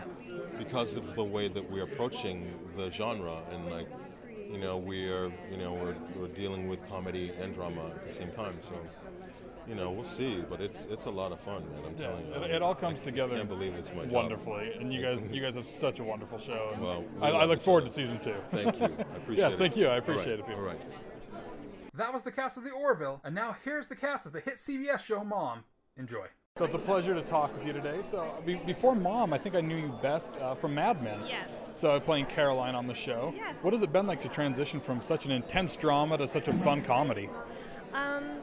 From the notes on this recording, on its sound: I am coming to you LIVE from the Blue Carpet at the 2018 Paley Festival in Los Angeles.